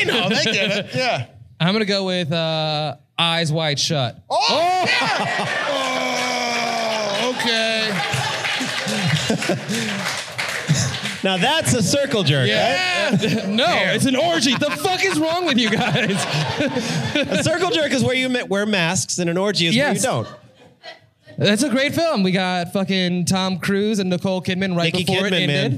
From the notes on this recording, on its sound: This was recorded live in Los Angeles at Mid City Arts Center.